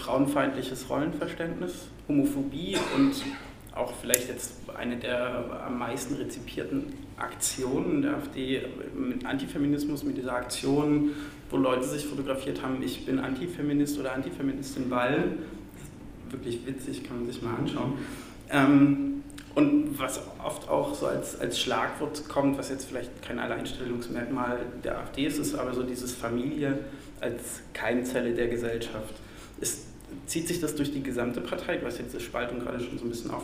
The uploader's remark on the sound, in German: Veranstaltung zur Alternative für Deutschland. Im Mitschnitt der Veranstaltung.